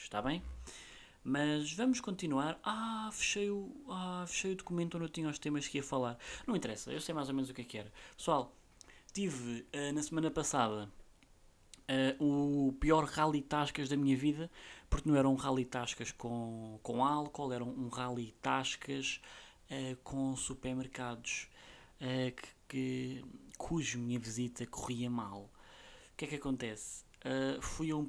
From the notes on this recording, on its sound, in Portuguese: NOTA IMPORTANTE: Eu sei que o som está baixo, mas era entre um som baixo e uma melhor qualidade ou um sou alto e ruídos, carros, aspiradores.